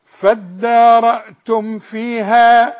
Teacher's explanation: كل ميم ساكنة بعدها فاء اوعى تكفيها او تغنها